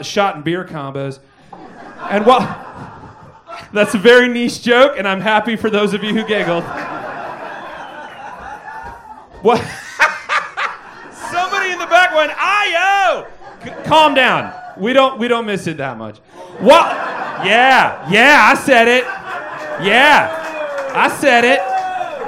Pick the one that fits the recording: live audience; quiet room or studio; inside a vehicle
live audience